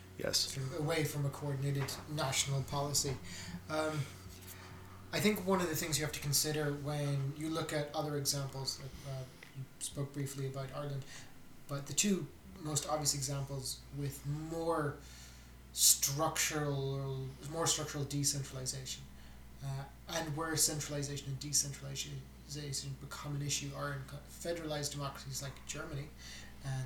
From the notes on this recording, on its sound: The audio for this episode requires everyone to turn up the volume, we apologise for any inconvenience caused!